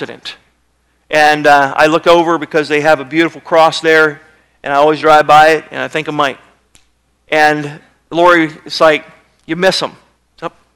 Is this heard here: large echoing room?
yes